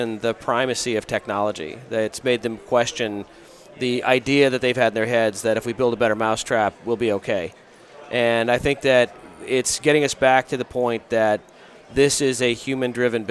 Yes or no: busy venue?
yes